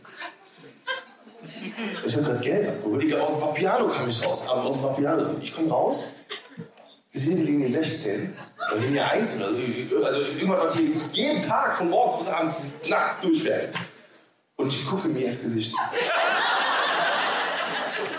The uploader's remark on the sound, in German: Unsere 1. LIVE SHOW! Live Show vor 400 Zuschauern. Unser Auftritt beim Podcastfestival von 1Live, in nicht gaaanz so geiler Qualität.